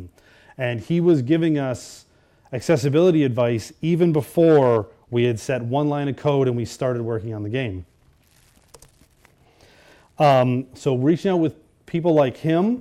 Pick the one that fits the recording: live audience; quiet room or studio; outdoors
live audience